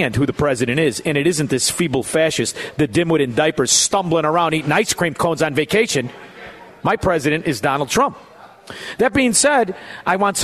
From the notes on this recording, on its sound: LIVE from Chicago Prime Italian in Schaumburg!